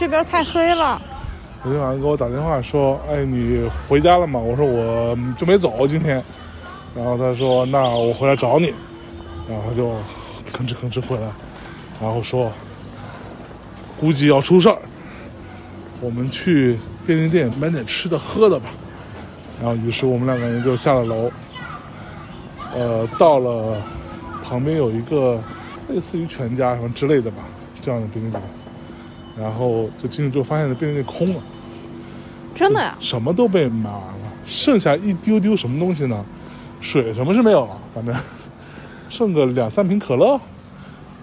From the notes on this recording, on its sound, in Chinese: 这是一期在大年二十九晚上录制的节目。在基本没人的路上走了一大圈，并用手机录制了这期节目。